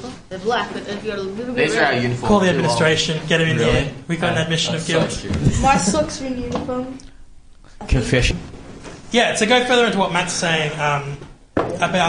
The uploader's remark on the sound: LIVE SCHOOL SESSION